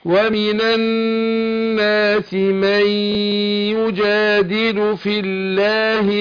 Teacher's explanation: هندغم النون في الياء ادغام بغنة